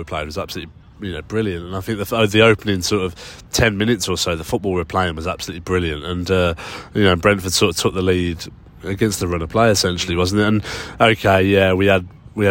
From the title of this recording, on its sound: Live from Central Park, New York